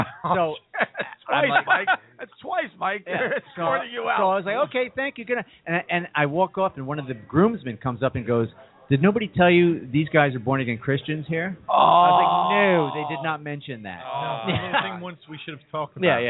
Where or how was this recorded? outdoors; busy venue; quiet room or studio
busy venue